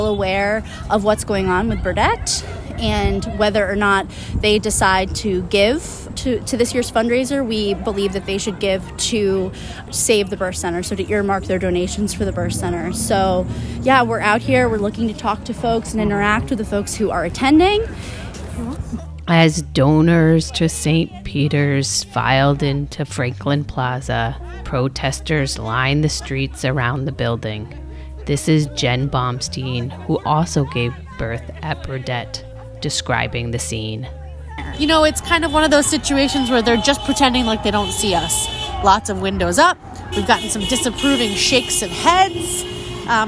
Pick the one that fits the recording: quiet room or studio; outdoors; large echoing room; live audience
outdoors